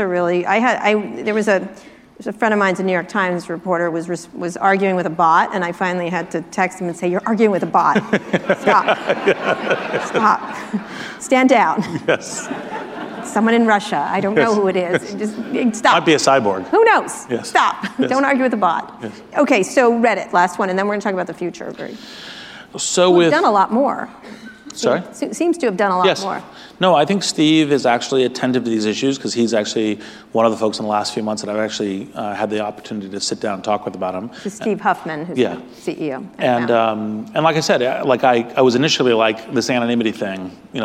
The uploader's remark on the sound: In front of a live audience. At the Anti-Defamation League conference "Never Is Now" in San Francisco.